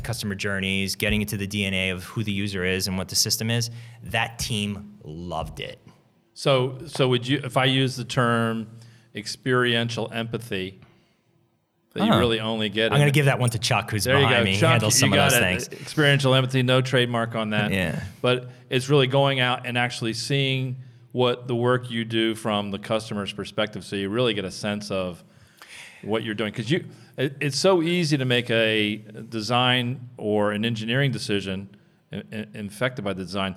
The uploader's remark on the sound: At the live event